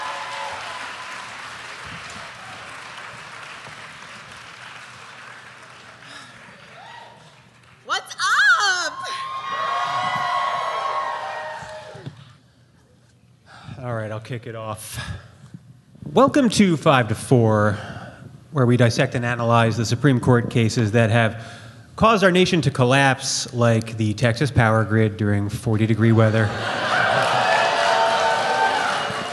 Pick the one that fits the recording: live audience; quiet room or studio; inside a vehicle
live audience